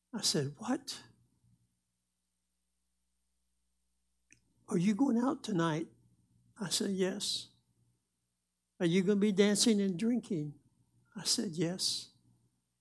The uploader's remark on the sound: Live Wednesday Evening Service